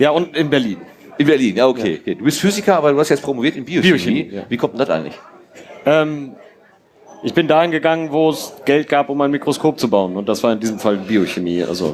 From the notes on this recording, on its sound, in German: Wisspod-Quiz (33c3-sendezentrum). Wir werden auf der Sendezentrums-Bühne interessante Gäste aus dem Bereich des Wissenschaftspodcasting aber auch der Wissenschaftskommunikation haben. Gemeinsam mit dem Publikum ein Jeopardy-Quiz veranstalten. Dabei gilt es mit Hilfe von Audioauschnitten aus Wissen{schaft}spodcasts die dort behandelten Themen zu erraten.